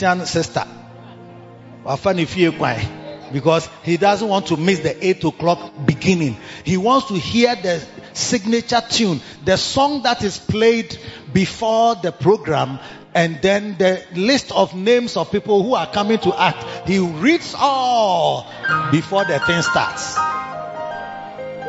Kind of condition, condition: setting, large echoing room